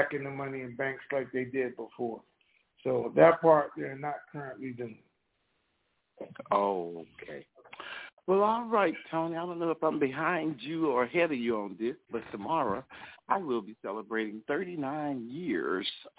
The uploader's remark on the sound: Conference Call